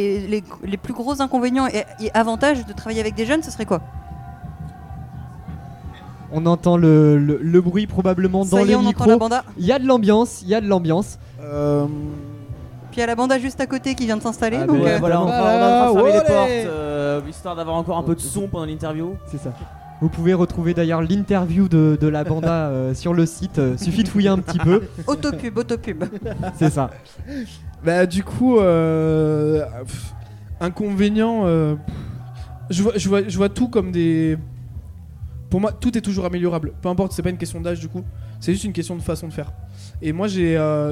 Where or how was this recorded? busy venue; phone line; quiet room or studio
busy venue